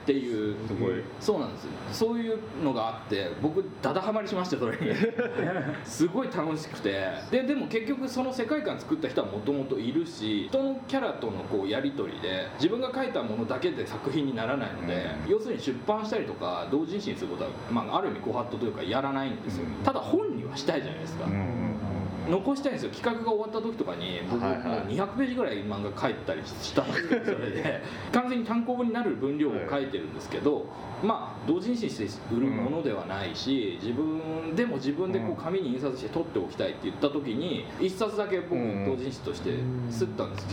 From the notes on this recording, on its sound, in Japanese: 今回、録音器のトラブルでノイズがあります。